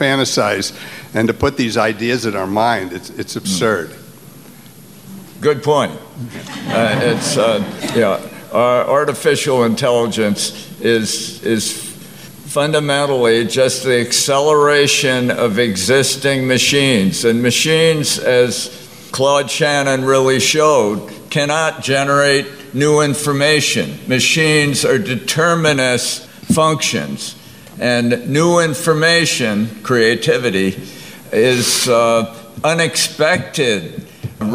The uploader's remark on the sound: Part two of a panel discussion on “The Danger of Totalitarian Science,” held at the July 2018 FreedomFest in Las Vegas.